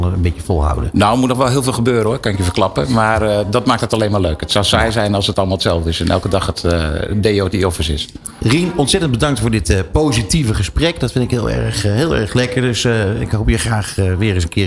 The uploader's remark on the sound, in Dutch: New Business Radio live vanuit Cannes. De uitzendingen vinden plaats vanuit de Embassy of Dutch Creativity, de handelsmissie van de Nederlandse creatieve industrie tijdens het 70ste Cannes Lions International Festival of Creativity.